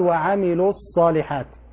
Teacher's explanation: وعملوا الصالحات، عندنا وعملوا الواو حرف مد حذفت في الوصف لالتقاء الساكنين، يعني أقول وعملوا الصالحات، فإذا وقفت تثبت الواو، إذا وقفت أثبت حرف المد، أقول وعملوا. يبقى إذن حرف المد إذا كان في آخر الكلمة، إذا كان في آخر الكلمة يحذف وصلا لالتقاء الساكنين، أما عند الوقف عليه نقف بالإثبات، بالإثبات نقول وعملوا.